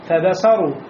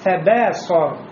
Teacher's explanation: Фебе, вот это бе должно быть узкое. Нельзя сказать фебасару. Не басар, а фебесар.